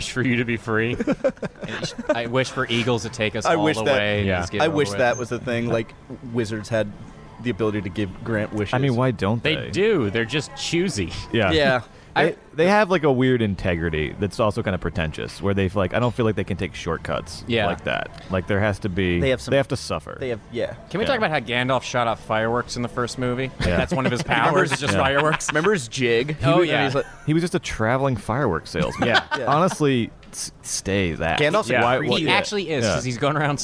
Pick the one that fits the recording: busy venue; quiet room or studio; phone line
busy venue